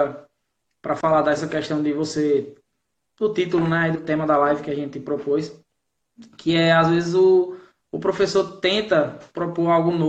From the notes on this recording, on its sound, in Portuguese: Áudio da Live realizada no dia 07 de agosto de 2019, artravés do Instagram